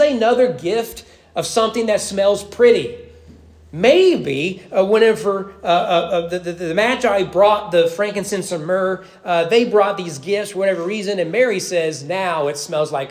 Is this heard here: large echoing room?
yes